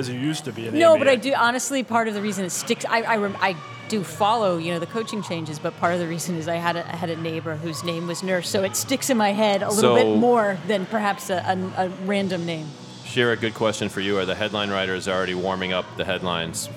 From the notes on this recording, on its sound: NBA Preview LIVE from Fenway Johnnie's. Recorded live at Fenway Johnnie's in Boston.